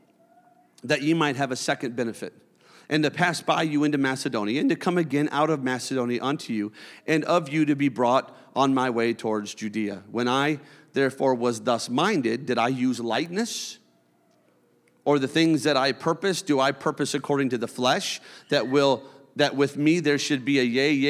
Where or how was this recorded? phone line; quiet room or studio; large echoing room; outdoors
large echoing room